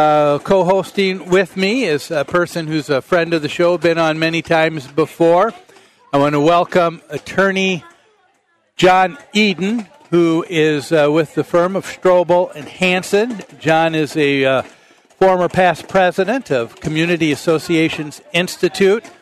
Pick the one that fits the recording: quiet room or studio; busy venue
busy venue